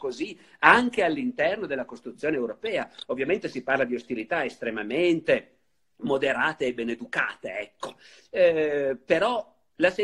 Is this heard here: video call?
yes